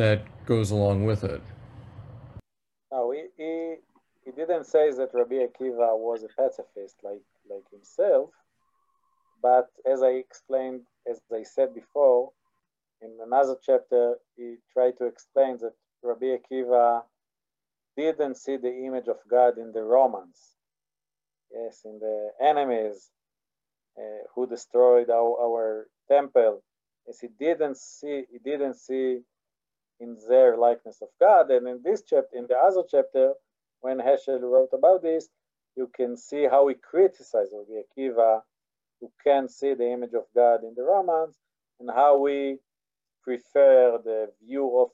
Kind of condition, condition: link, video call